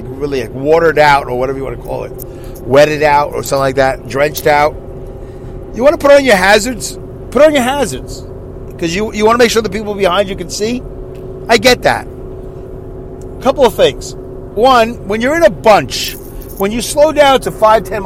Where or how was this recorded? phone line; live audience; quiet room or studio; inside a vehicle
inside a vehicle